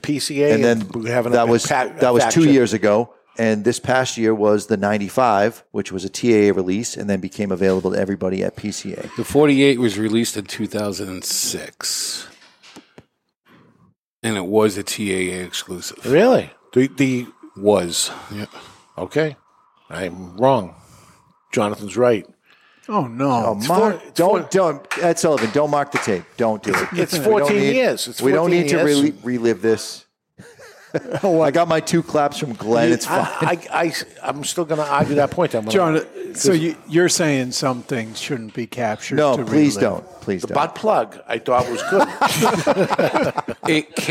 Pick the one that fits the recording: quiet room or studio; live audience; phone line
live audience